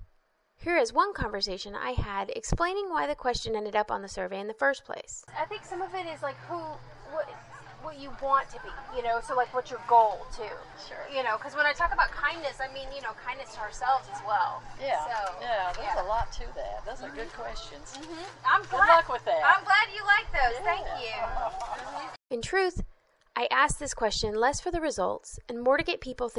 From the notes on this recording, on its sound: I’m excited to finally have mastered audio editing enough to share with you some of my recording from the Marigold Market this past Saturday!